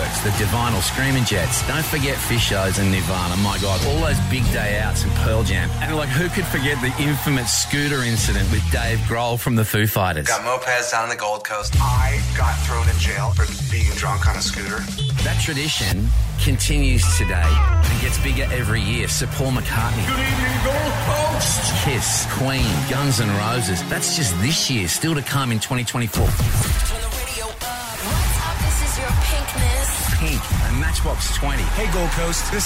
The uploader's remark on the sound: live this morning from the iconic Burleigh Surf Life Saving Club